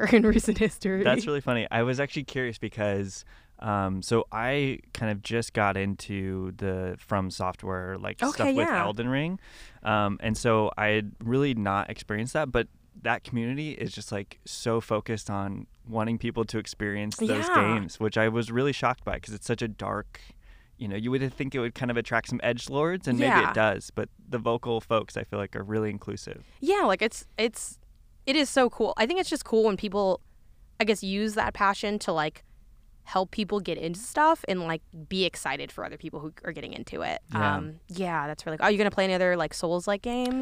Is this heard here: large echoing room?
no